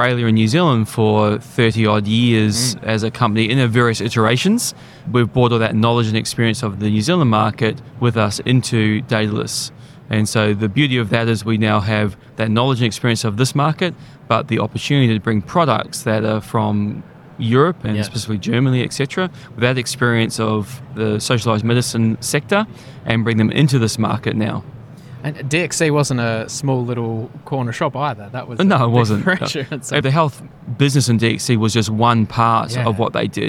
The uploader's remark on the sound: In this episode of Talking HealthTech recorded at MEDINFO 2023 in Sydney